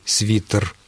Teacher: Главное, никакого смягчения «т» в этом слове нет.